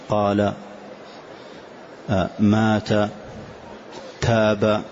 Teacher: فكل حرف من حروف المد الثلاثة هذه تمد مدا طبيعيا بمقدار حركتين، فتقول قال، فما تقول قال ولا تقول قال، وإنما مدا طبيعيا كما هو، قال، مات، تاب.